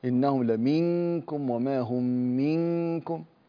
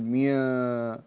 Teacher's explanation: انتبه لحالة الإخفاء عند الكاف بأن تلصق اللسان في مخرج الكاف · Shown in: first take · إنهم لمنكم وما هم منكم، ولا تقل ميا، لا تفتح المخرج، الصقه منكم.